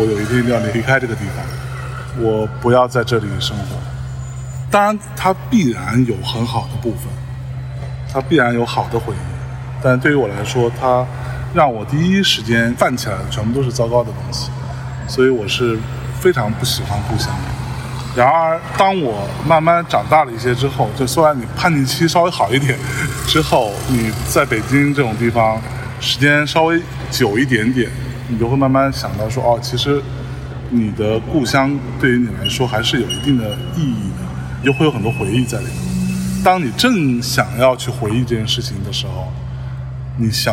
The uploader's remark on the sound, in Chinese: 在中秋之日的傍晚时分，在连云港的小河旁，他们边散步边聊天，便录制了这期伴随着自然环境音的“路边风”。